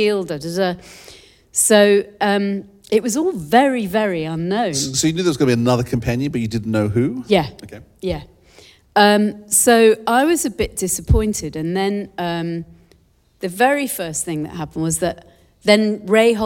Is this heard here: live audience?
yes